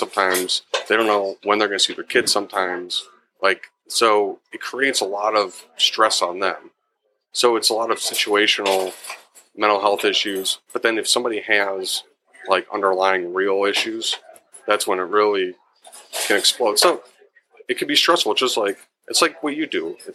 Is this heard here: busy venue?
yes